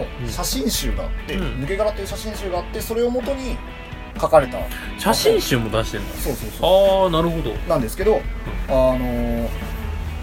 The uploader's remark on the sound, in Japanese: 録音機材：iPhone7